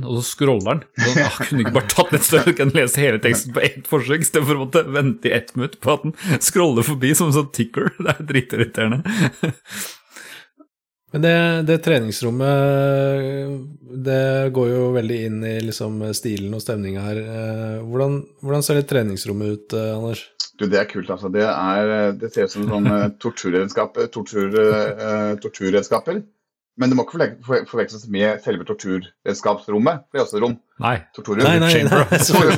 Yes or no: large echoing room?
no